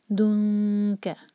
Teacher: مل دنکا، اب دیکھیں نون ایم ٹی ہے تو یہاں پر ہم نون کی آواز کو چھپائیں گے، اور کیف کے لیے زبان تیار کریں گے اور کیف پڑھیں گے.